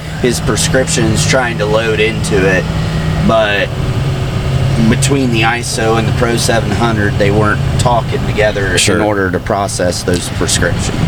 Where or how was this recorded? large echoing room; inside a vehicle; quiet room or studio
inside a vehicle